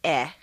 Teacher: The uh is one of the four reduced vowel sounds that are made in the throat. The most tense and highest in the throat is eh.